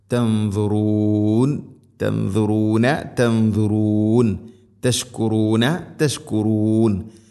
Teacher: വഖഫ് ചെയ്യുമ്പോൾ ആ ഫത്ഹിനെ സുക്കൂനാക്കി മാറ്റുന്നു